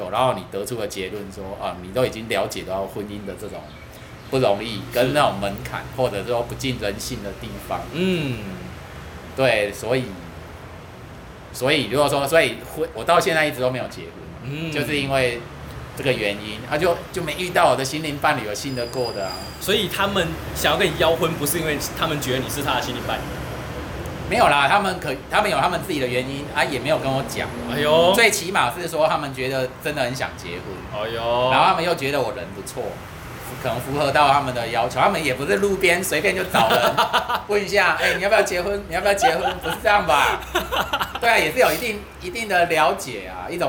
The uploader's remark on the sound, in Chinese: 錄音地點：Te en Té 山露露品茶。錄音設備：Samsung S8。